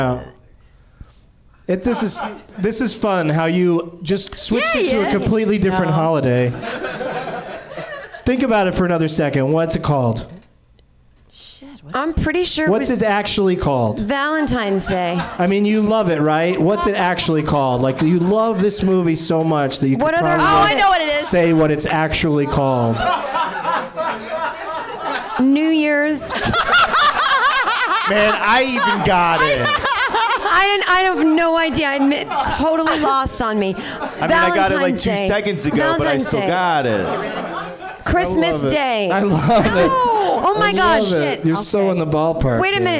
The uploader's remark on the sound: Live from the NerdMelt Showroom in Los Angeles